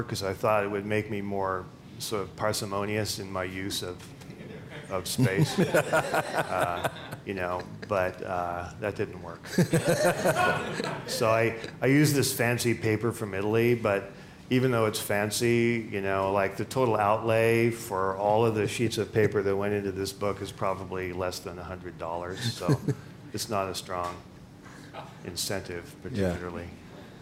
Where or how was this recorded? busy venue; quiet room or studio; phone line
busy venue